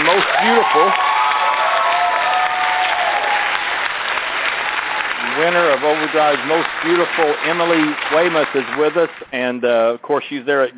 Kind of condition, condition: setting, busy venue